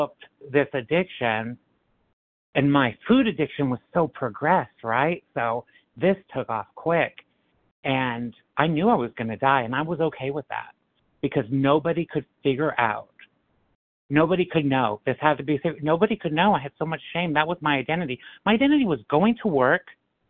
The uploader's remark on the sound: 100 Pounders Phone Meeting